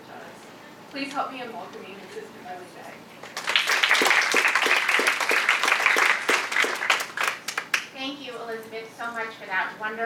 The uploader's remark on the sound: Delivered these remarks at CBLPI's Capitol Hill Intern Summit in Washington DC on June 3, 2016.